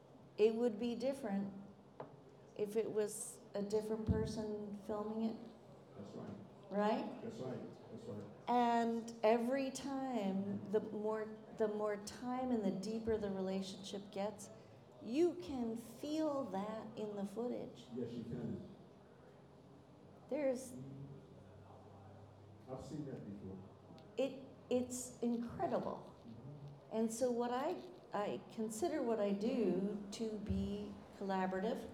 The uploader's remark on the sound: This episode was taped LIVE at Venture Cafe Philadelphia.